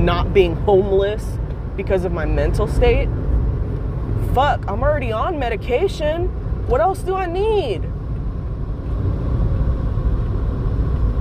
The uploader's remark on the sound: Driving home, crying.